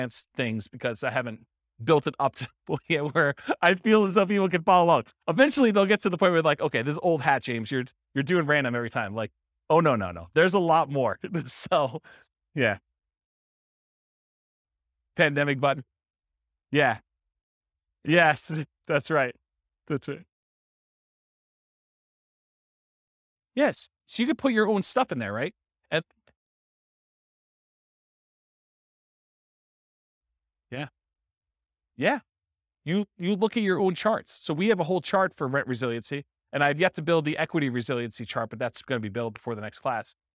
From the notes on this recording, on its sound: This was a live class recorded